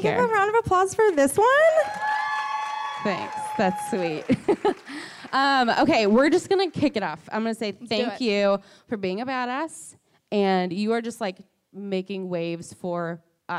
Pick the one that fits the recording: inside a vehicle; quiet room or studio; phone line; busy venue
busy venue